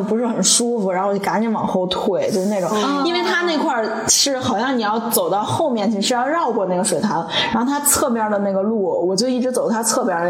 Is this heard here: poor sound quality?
yes